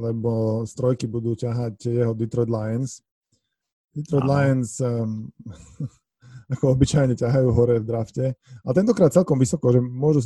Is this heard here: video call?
yes